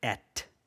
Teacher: In French, we would not pronounce that T very heavily, but in Latin, we pronounce that consonant, so it's et.